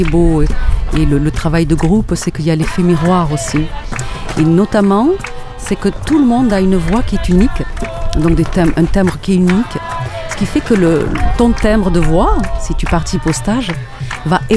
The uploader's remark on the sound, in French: En Direct Du Bhakti Om Festival